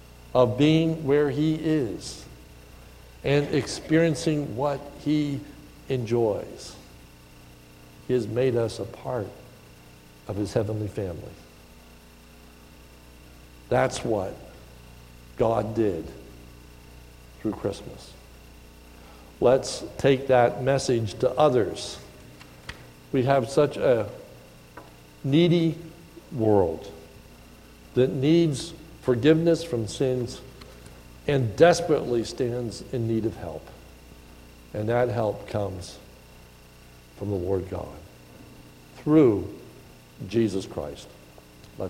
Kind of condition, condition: setting, large echoing room